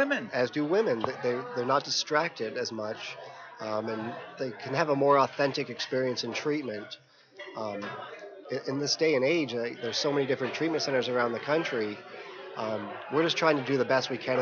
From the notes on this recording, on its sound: RC2C broadcasting from the 39th Annual NAATP Leadership Conference in Austin, Texas - May 21 - 23, 2017